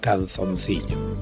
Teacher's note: Lo que ocurre aquí es que la nasal ñ de buñuelo y boñiga contagia su nasalidad a la B inicial de al lado. La N, que cierra la segunda sílaba de calzoncillo, irrumpe de vez en cuando en idéntico lugar de la primera, suplantando a la L. · Term: asimilación